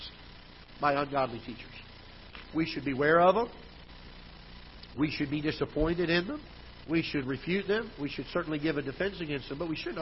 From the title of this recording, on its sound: Ketha Heights Baptist Church ~ Live Broadcast